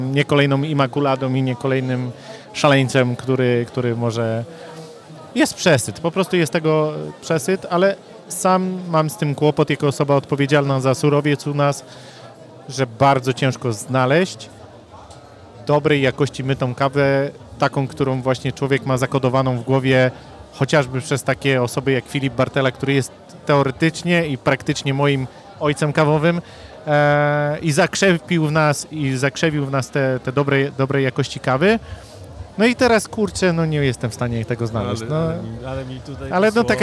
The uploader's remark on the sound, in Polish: W rozmowach nagranych podczas Warszawskiego Festiwalu Kawy